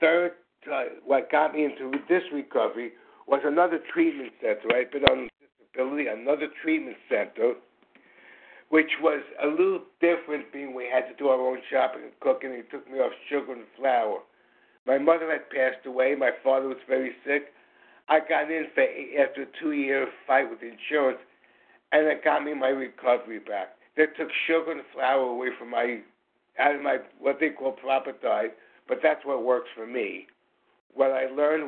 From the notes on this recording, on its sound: from the 100 Pounders Phone Meeting, 5/6/23